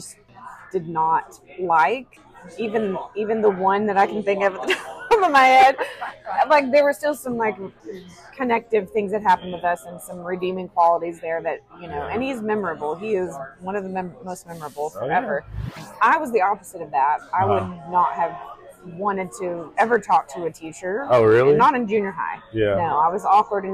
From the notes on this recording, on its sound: We recorded live at a coffee shop in the heart of N. Texas!